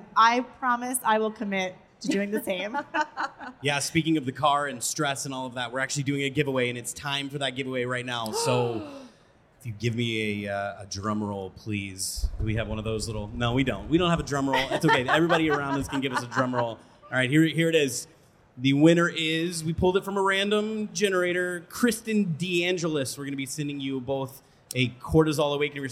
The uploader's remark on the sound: Live from A4M World Congress in Las Vegas